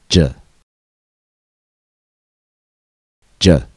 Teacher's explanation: J is a voiced consonant because our vocal folds vibrate when we say it.